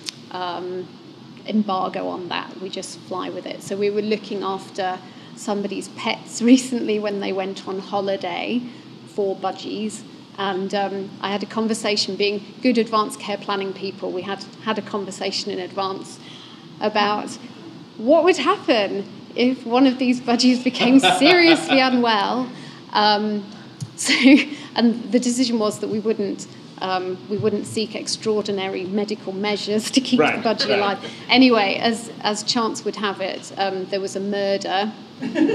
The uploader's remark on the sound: recorded live as a part of Festival Muse